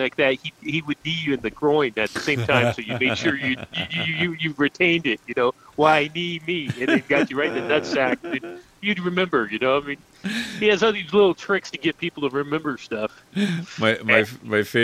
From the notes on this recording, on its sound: Living on the Ledge LIVE on the side of the Oxnard tower in the rain storm.